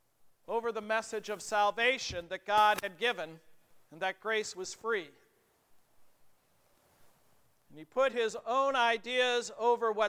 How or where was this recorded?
large echoing room